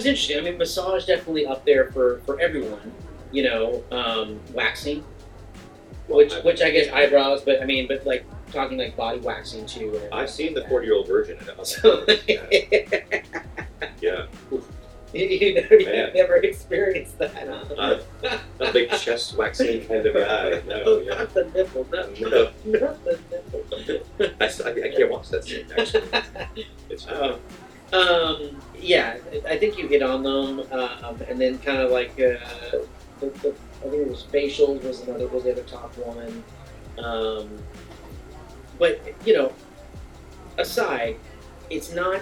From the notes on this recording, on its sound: On location recording at The Gents Place.